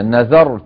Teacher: نذرت، الراء ساكنة غير مقلقلة، نذرت هكذا